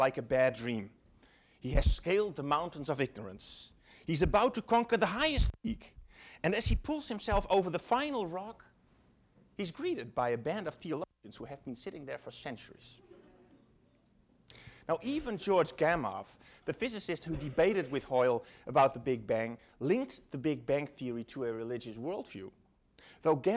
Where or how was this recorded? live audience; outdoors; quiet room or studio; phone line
live audience